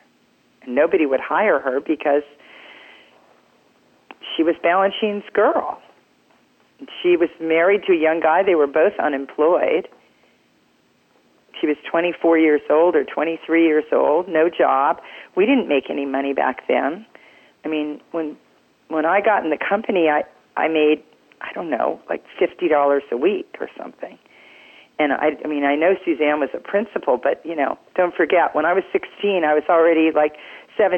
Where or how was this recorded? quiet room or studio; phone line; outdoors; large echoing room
phone line